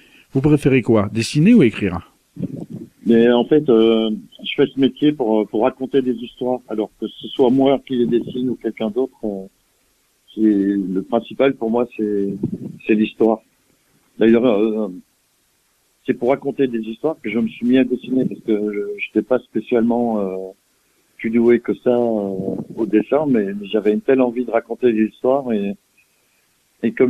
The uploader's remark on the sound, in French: reçoit par téléphone